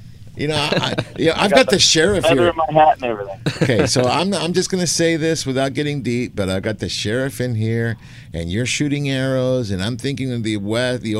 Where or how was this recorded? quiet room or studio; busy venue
busy venue